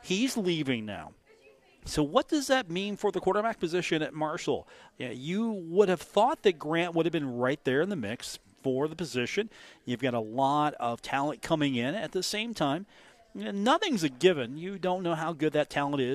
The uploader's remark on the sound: on location at The Union Pub and Grill